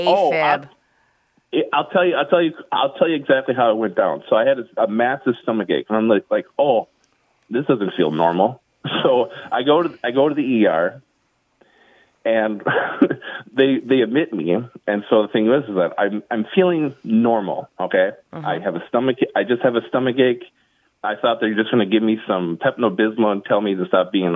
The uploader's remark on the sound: Is in studio. We take a few listener phone calls.